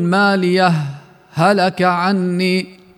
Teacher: ماليه هلك عني، مع جواز وجه آخر فيها كذلك وهو السكت، يعني نلفظ الهاء بدون إدغام لكن بدون تنفس أيضا